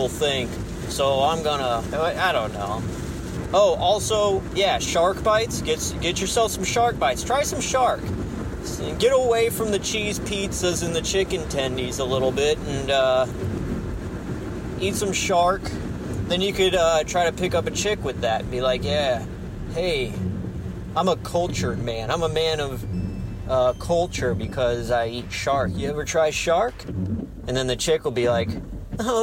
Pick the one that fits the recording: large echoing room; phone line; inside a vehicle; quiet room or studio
inside a vehicle